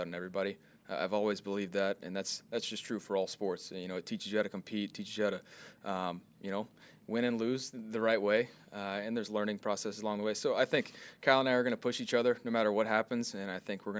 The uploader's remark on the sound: Press Conference